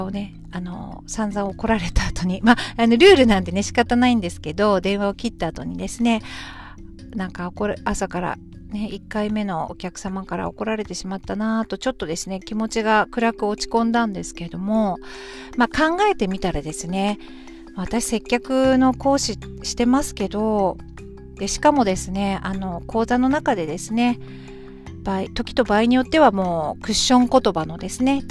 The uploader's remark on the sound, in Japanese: 今日はランチタイムの時間に、駐車中の車の中から配信しています。